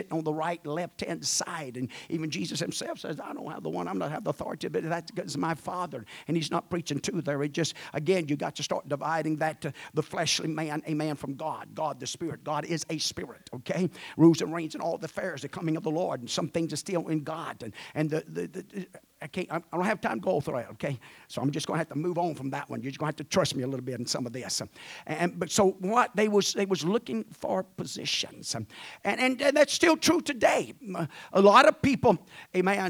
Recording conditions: large echoing room